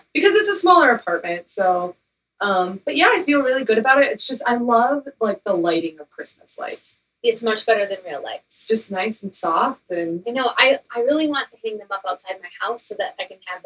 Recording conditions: poor microphone